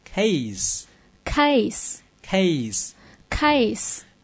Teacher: 注意 A 这个元音一定要饱满。A 好，所有的双元音都是由第一个 A 向第二个 E 滑动。